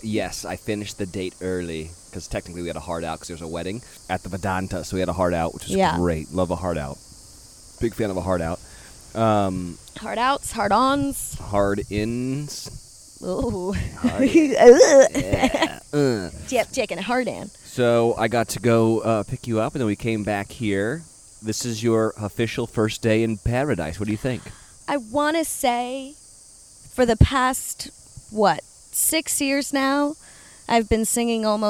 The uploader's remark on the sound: The sounds of Mexico accompany your hosts as they bring us along on their adventure in paradise. Listen to the sound of the waves.